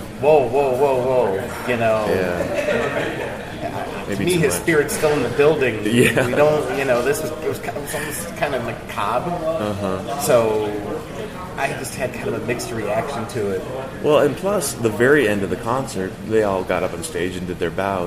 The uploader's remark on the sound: LIVE from … CELEBRATION 2017 in Minneapolis and Chanhassen, Minnesota